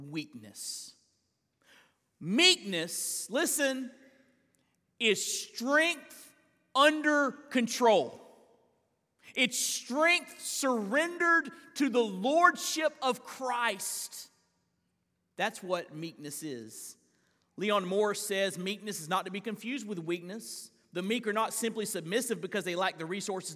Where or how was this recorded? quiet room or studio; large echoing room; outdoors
large echoing room